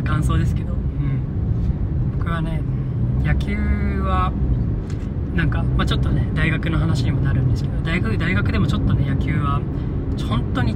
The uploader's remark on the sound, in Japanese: 初の車内収録でした。時々騒音等あると思いますが、ご了承ください。